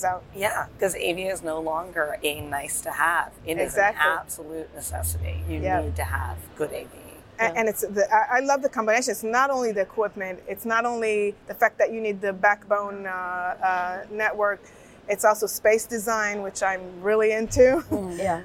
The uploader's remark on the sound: If the audio sounds a bit wonky to you, that's because we are live and in-person at InfoComm 2023!